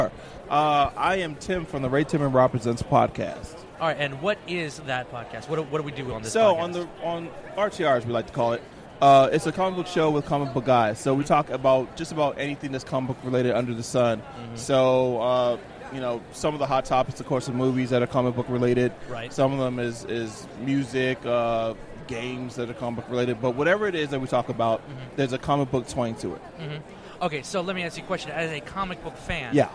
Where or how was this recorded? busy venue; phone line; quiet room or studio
busy venue